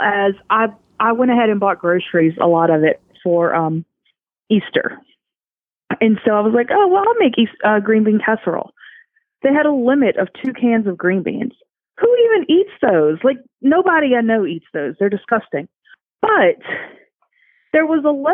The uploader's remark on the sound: Talking with friends from the safe distance of our phones